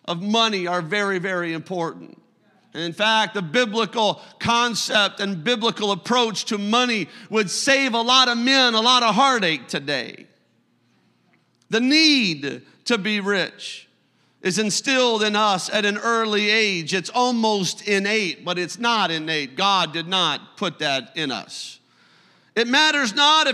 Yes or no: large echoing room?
yes